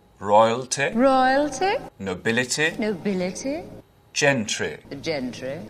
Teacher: And those short ending I sounds. You won't really hear that in English accents anymore.